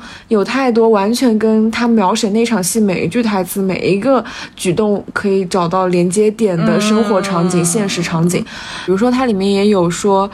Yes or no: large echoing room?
no